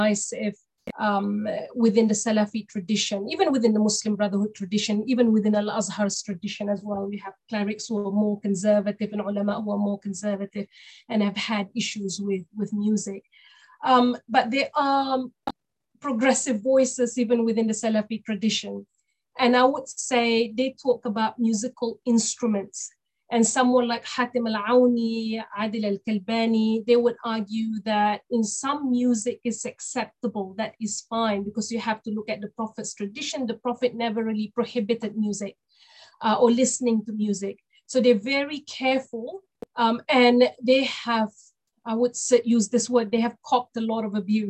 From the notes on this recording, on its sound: This public talk was conducted online via Zoom